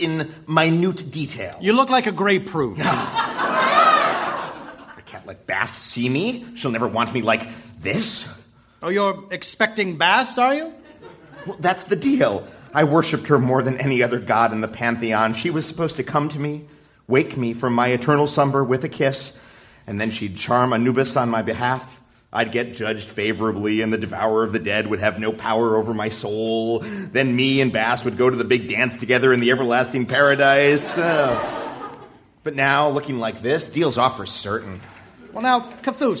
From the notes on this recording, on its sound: Recorded Live 3/3/2012 at Largo, Los Angeles.